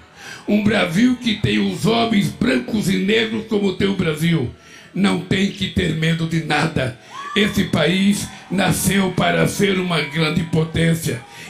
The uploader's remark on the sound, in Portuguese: fala ao público do Festival do Futuro (Brasilia, 01-01-23)